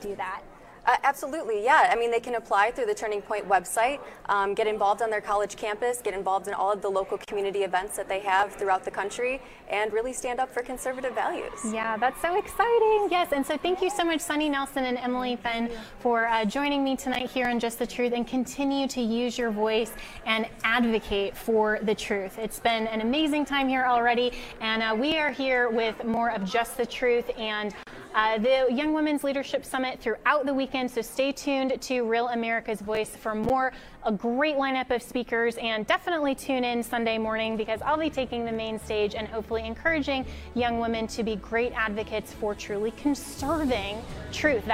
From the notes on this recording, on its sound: live at the Turning Point USA Young Women's Leadership Summit in Dallas